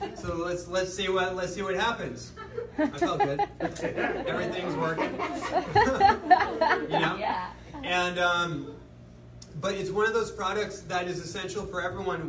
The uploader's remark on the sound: Live Lecture